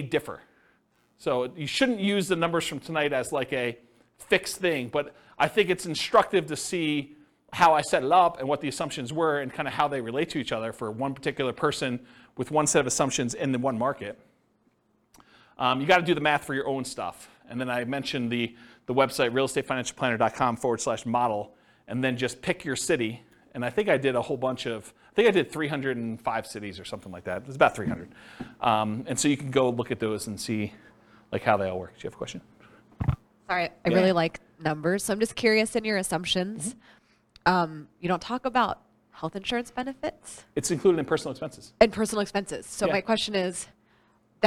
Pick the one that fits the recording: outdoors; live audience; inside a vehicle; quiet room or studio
live audience